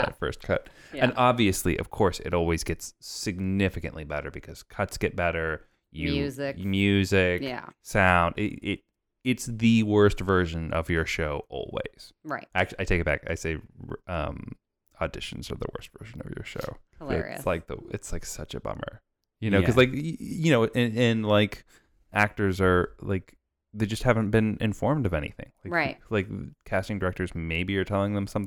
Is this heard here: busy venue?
no